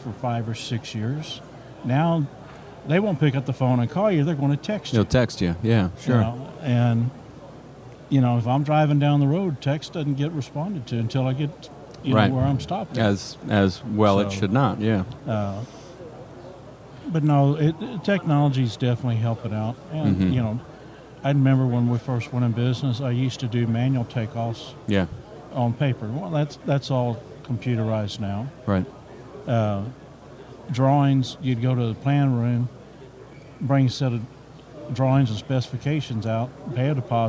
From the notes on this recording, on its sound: IEC Convention & Expo 2018 Special. This interview was recorded like from the Expo floor live!